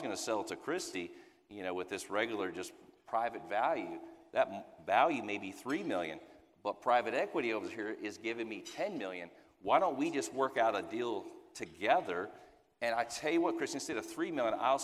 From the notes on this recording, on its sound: Recorded live at the Cain Watters & Associates Annual Meeting.